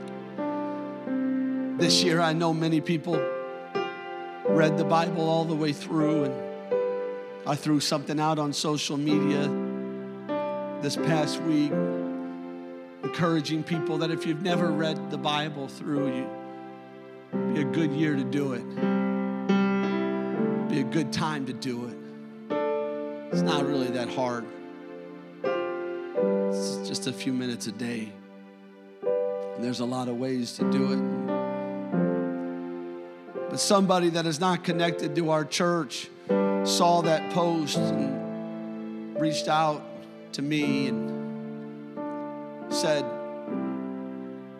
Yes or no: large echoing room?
yes